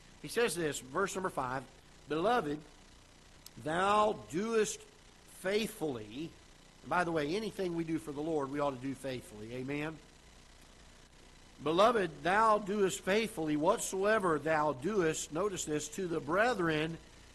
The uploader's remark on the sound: Ketha Heights Baptist Church ~ Live Broadcast